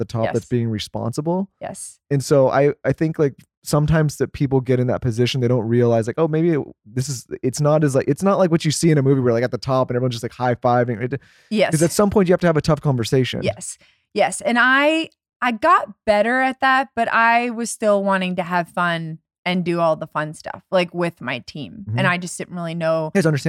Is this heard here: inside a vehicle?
no